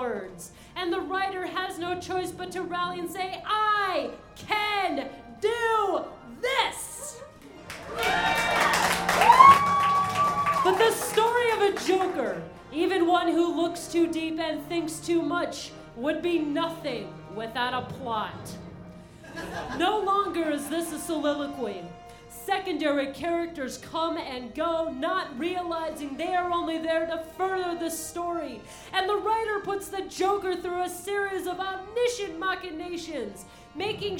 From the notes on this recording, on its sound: recorded on July 23rd at the BLB as part of the Rockstar Storytellers’ “Evening of Awesomeization”